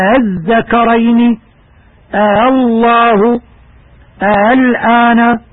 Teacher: التسهيل وهو النطق بالهمزة الثانية التي هي همزة الوصل بين الهمزة والألف